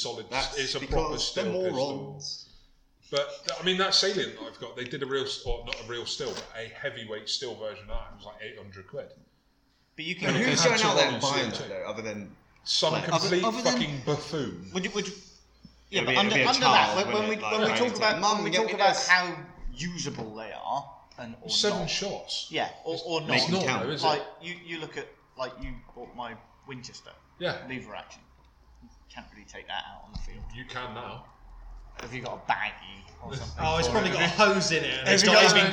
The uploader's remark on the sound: this is a pilot episode and as such there was a few teething issues with audio